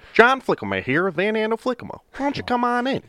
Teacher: we're like in Michigan, we're pretty nasally